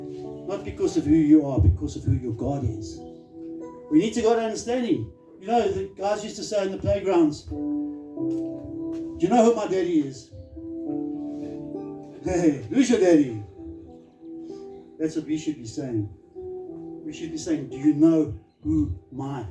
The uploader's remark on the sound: Recorded live on 15 October 2023 at Love Beyond Church.